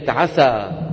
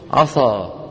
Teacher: صفات تغييرها يخرج الحرف عن حيزه، كما أسلفنا منذ قليل كلمة عسى، إذا فخمنا السين شو بتصير؟ عصى